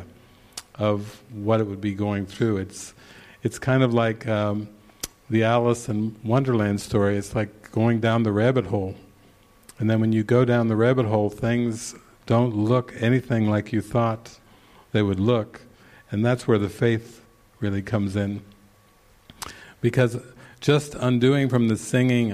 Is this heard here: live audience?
yes